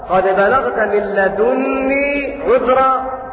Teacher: وقرأ باقي القراء قد بلغت من لدني عذرا بتشديد النون